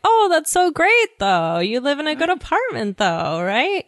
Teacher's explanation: you put a little bit of stress on the word though to kind of, you know, make people feel better.